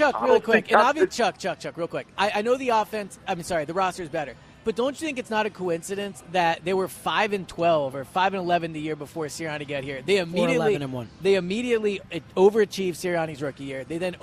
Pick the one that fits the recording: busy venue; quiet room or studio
busy venue